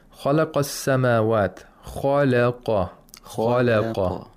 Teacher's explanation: Only the lam has tarqiq. The kha and the qaf, they both have tafkhim.